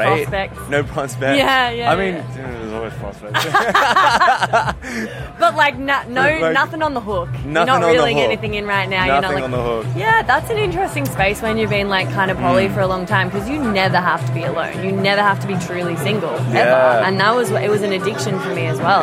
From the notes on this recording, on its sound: Comfort Creek LIVE. Live from Comfort Creek festival.